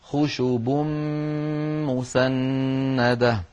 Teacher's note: خشوب مسندة، خشوب آخرها تنوين، خشوب مسندة أولها ميم فقلب التنوين إلى ميم فالتقى في النطق ميمان فأدغمت الميم الأولى في الميم الثانية · Term: الإدغام الكامل